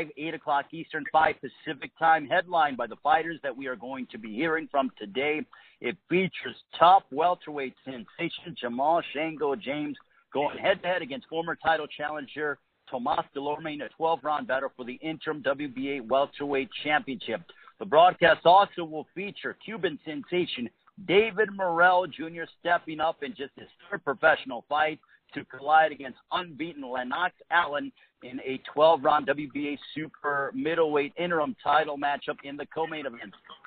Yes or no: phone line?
yes